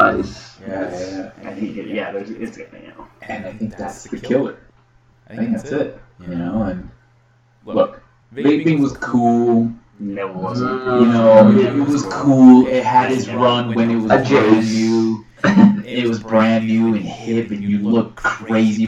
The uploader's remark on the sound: Sorry for the echo